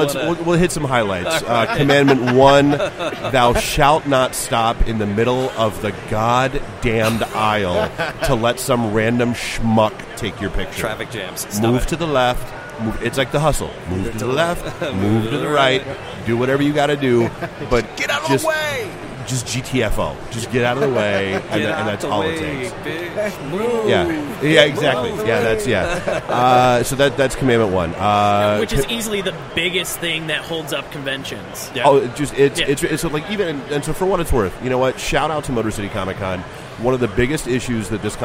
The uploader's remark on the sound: Live at Motor City Comic Con in the Podcast Detroit booth with Noble Oak Bourbon.